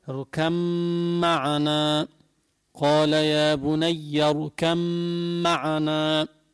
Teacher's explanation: ولا بد من إظهار الغنة لأنك أبدلت من الباء ميما ساكنة، صار ميم ساكنة بعد ميم متحركة، صار في غنة مقدار حركتين.